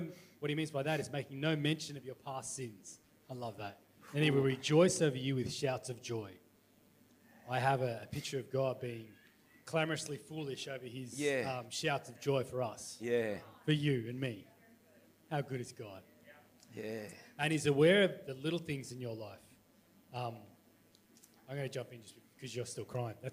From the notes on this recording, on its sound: This message was recorded on 10/01/2021 during the 11am service.